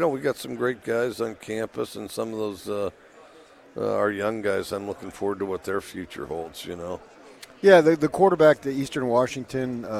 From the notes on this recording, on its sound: At Pac-12 Media Day.